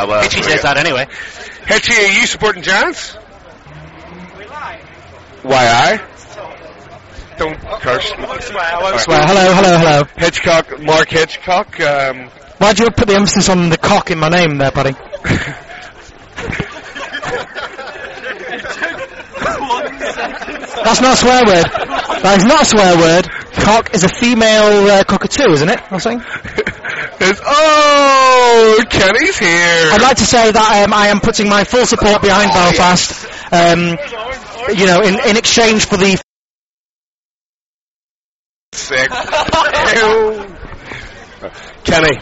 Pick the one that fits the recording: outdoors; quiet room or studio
outdoors